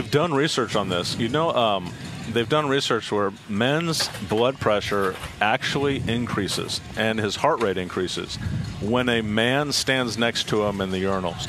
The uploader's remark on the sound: LIVE from Chargers training camp in Costa Mesa, CA